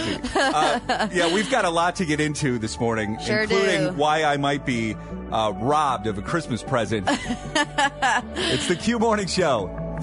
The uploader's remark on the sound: called in from the farm